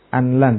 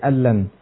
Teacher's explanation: kemudian di idghamkan nunnya kepada lam itu · Shown in: second take · Anlan jadi allan.